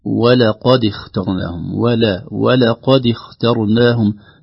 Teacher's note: ترقيق الواو واللام قبل القاف، لأن القاف أو حروف التفخيم صفة عامة تؤثر على الحروف التي قبلها فتفخمها شيئا ما.